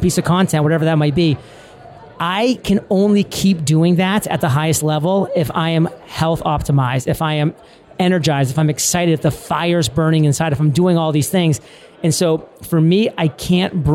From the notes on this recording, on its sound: LIVE RECORDING of an Entrepreneurs ON FIRE episode from Traffic and Conversion Summit 2018! This episode is recorded live at the Traffic & Conversion Summit's podcast booth.